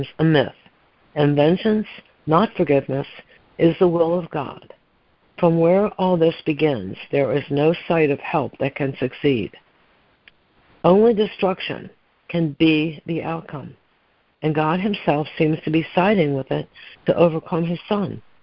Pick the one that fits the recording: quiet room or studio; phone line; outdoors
phone line